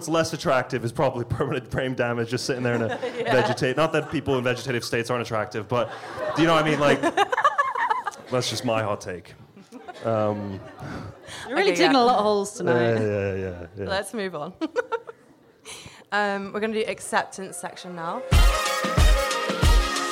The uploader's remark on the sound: with a live show featuring comedians